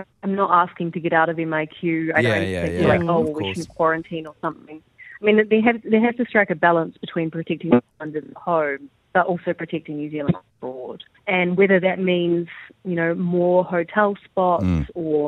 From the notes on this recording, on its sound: joined the Rumble on the phone Live from Kabul In Afghanistan